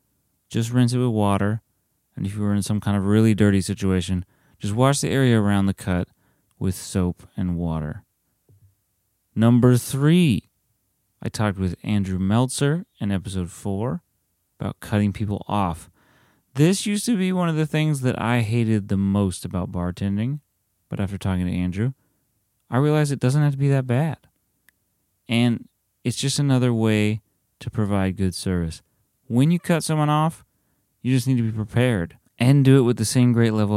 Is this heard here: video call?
no